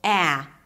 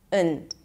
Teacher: when this word is unstressed, I completely reduce the vowel there, and instead of pronouncing the and, I just pronounce it as and. · Term: reduced vowel